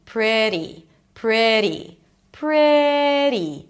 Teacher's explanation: Then a flap T and a high E · IPA: ˈprɪt̬i